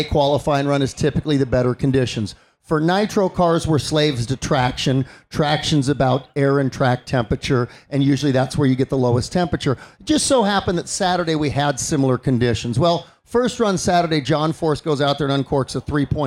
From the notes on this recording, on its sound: SEMA SHOW 2019 An Automotive Celebrity Mash-Up from the Shell Pioneering Performance Stage. On the Shell Pioneering Performance LIVE Stage.